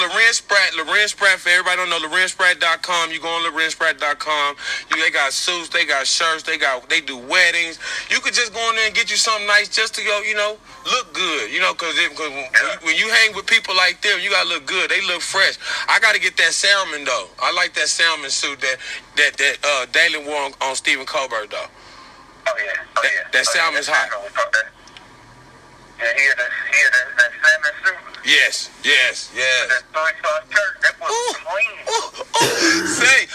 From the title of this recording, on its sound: Phone call